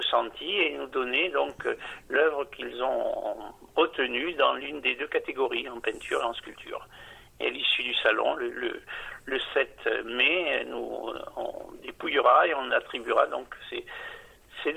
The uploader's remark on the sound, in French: Interview téléphonique.